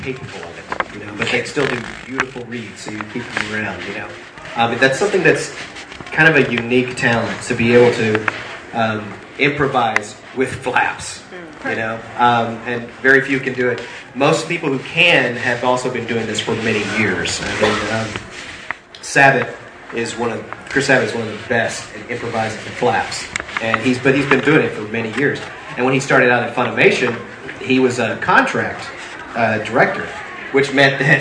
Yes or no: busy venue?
yes